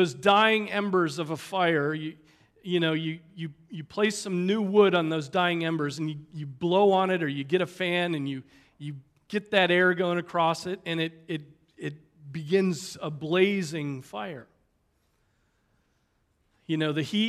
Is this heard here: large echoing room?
yes